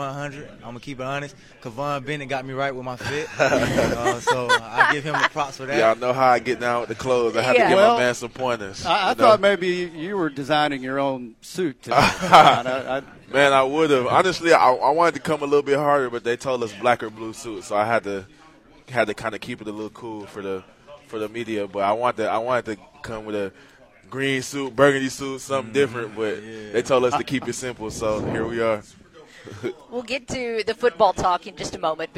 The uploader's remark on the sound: The Workday Redzone from Sun Belt Media Days. Live from Sun Belt Conference Media Days in New Orleans.